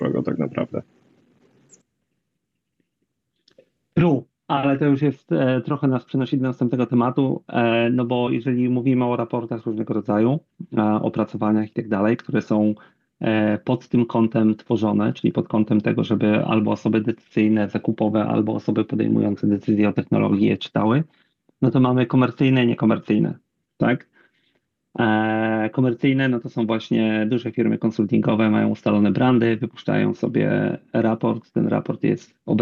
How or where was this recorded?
video call